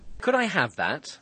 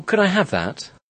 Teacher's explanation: Sounds more like a polite question than the aggressive demand because of the way the voice goes up. · Shown in: second take